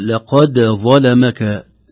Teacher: إظهار الدال قبل الظاء